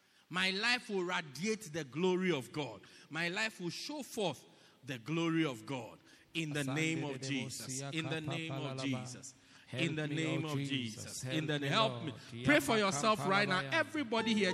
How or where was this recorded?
large echoing room